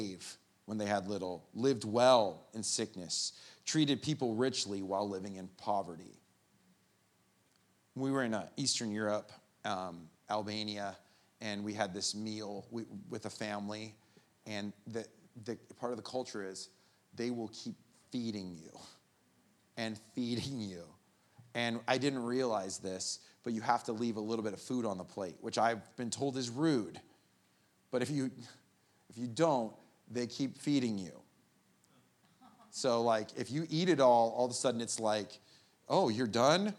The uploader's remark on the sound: The Live recording of the 10am Sunday Service at Steadfast Church in Carlsbad, California